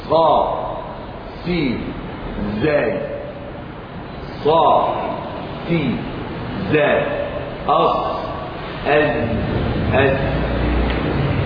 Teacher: الصاد والسين والزاي، من طرف اللسان فوق الثنايا السفلى · وتسمى حروف الصفير لأنها حقيقة من صفاتها صفة الصفير، إذ يخرج معها صفير يشبه صوت الطاء: ص س ز ص س ز أص أز أز.